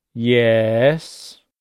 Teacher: It really encapsulates that feeling of being exasperated when your voice goes down a bit and then up and you say, "Yes." So, third tone, the exasperated teacher's tone.